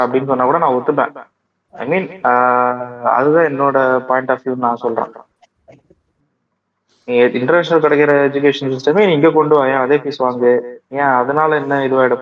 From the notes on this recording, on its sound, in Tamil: Audio quality konjam mosama than eruku sorry nanbergalee.